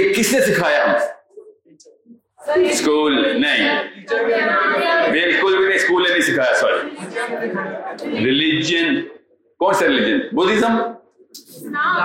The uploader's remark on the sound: Rawalpindi Meetup hosted by Xtreme Commerce. The audience as always was amazing and fully charged.